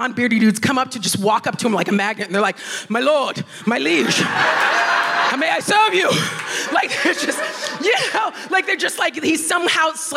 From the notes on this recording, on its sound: FOC IT UP Comedy Club. Recorded 3 July 2022 at 21Soho in London.